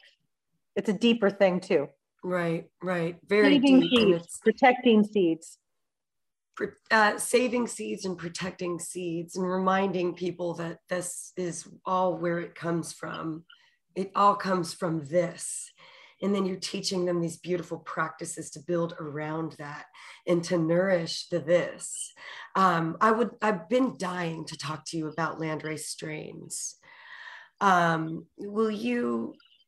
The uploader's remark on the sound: Recorded in New Braunfels, Texas via Zoom.